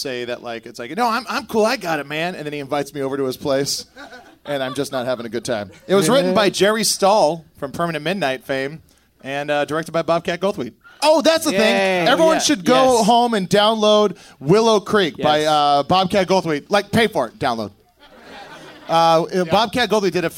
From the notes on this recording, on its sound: Live from The Comedy Attic in Bloomington,